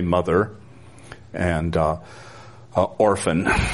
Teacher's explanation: Americans preserve the sound R where it is spelled, so that we would typically say mother and orphan, whereas the R in standard British and RP is lost in such words.